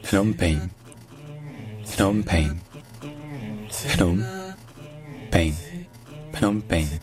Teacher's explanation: le PH au début ne se dit pas F, comme pour les mots d'origine grecque. C'est littéralement PH, donc ça se dit P. On dit un P aspiré techniquement. Mais puisque le P aspiré n'existe pas en français, on peut juste remplacer ça par un P normal.